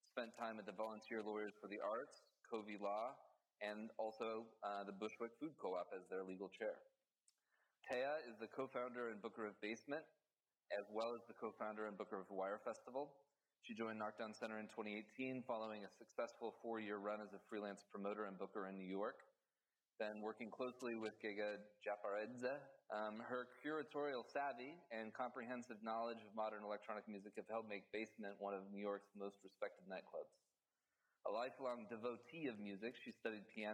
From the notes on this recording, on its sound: This panel live from Wire Festival. In this panel recorded live at Wire Festival in New York.